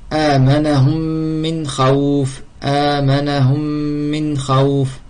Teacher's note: On applique une runna nasalisation car il y a une mime mushaddada doublée.